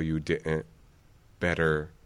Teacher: intervocalic lenition of t in American English might be d or a glottal